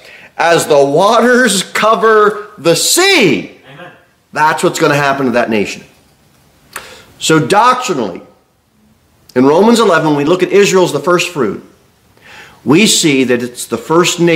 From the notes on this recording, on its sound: Sermon delivered at Pilgrim Baptist Church on Sunday, December 31, 2023, at 11-15 am. Pilgrim Baptist Church, located at 229 W. Jere Whitson Rd. Cookeville, TN 38501.